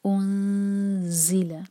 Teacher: آگے ہے انزلہ، الف پر ضمہ ہے، ہوٹ گول ہوں گے لیکن نون پر جب آئیں گے تو ہوٹ گول نہیں رہیں گے. انزل، زا پر بزنگ ساؤنڈ اور زا پر زور بھی دیا جائے گا، نون ساکن کے بعد آ رہا ہے.